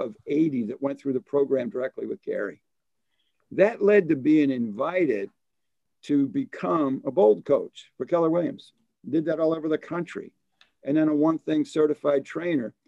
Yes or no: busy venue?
no